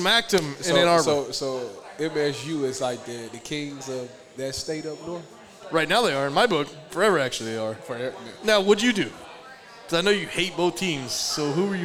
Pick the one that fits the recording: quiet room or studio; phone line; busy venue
busy venue